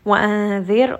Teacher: وأنذر، this is going to be إخفاء، so we are going to hide the noon sound within the letter ذال. وأنذر، ra in this case is going to be light because the letter before has a كسرة